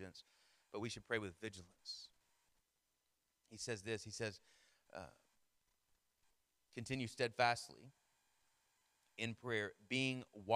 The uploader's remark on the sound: Sermon Audio from our Worship service